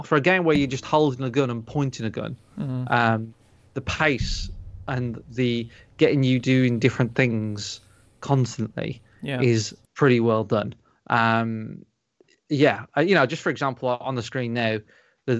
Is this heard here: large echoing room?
no